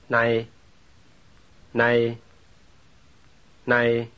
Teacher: The ah sound and the E glide are about equally loud, but the E sound is longer. · Term: short diphthong